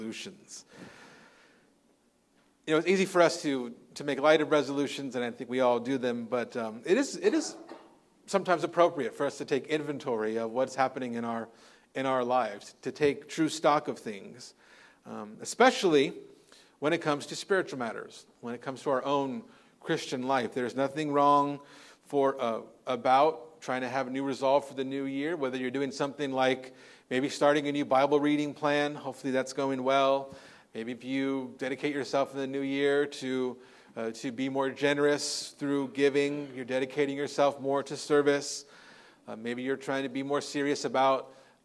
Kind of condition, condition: setting, large echoing room